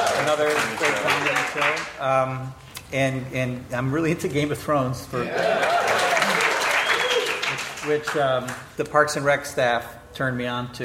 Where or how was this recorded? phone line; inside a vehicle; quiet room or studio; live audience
live audience